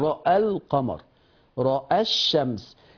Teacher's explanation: طالما أن الألف غير منطوقة يبقى لا شيء لورش في هذه الكلمة أصلا. أنا لما بوصل بقول رأى القمر رأى الشمس، الألف غير منطوقة